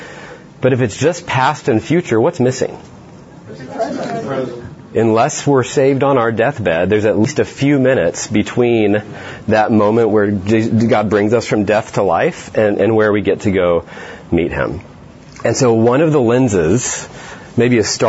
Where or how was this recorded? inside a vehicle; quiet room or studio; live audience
live audience